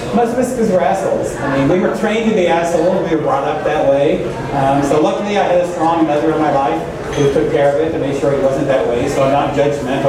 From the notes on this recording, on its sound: This week's show is live from the Arena Pub